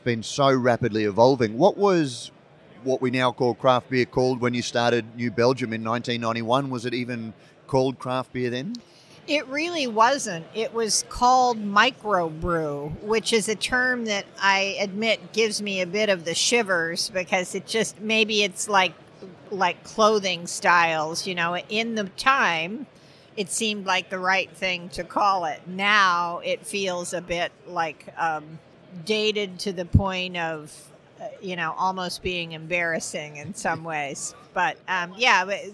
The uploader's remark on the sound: In this special Brews News Live, recorded at BrewCon 2018